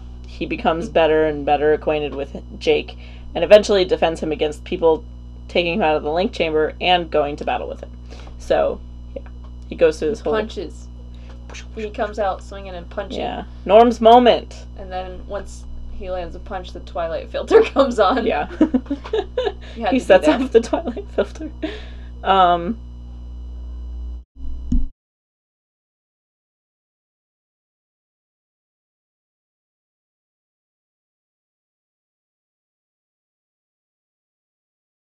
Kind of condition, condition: fault, hum or buzz